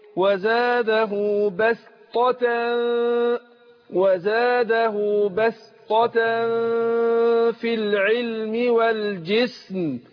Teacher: النون الساكنه ديت بخفيها عند الفاء وانا بخفيها عند الفاء في اثناء ما انا بقول الغنه بتاعتها · Term: بخفي النون